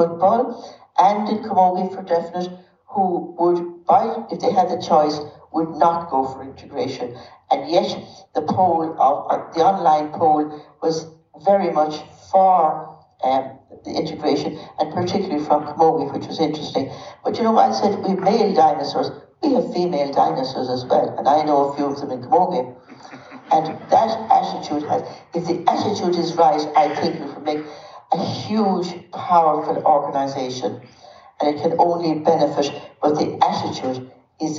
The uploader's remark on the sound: Interviews recorded live at the Irish Film Institute at our tenth annual Women in Sport Conference.